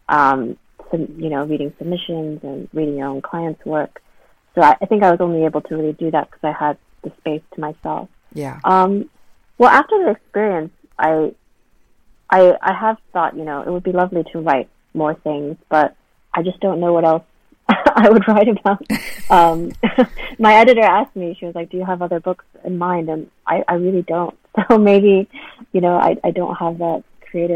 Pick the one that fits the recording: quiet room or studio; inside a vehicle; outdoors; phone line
phone line